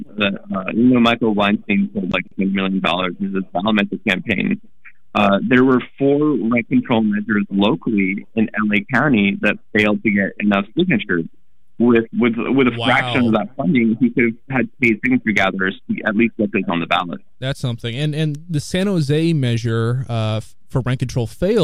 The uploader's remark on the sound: via a telephone submerged in molasses, sorry listeners